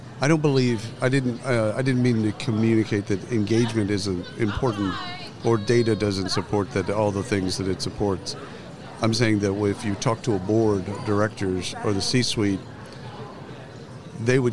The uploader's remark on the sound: Live from SHRM 2022